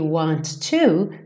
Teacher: want to, soa somente um T